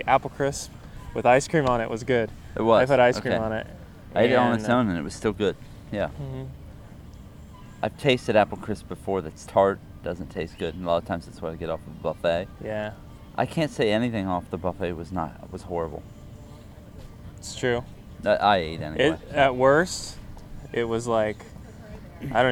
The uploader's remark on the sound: Fort Wilderness Resort- Disney World. We'll play some audio live from Fort Wilderness too.